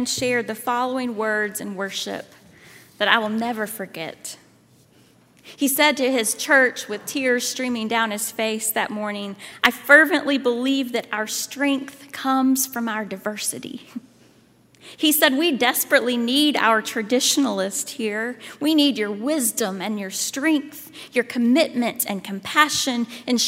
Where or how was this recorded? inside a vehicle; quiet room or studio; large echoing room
large echoing room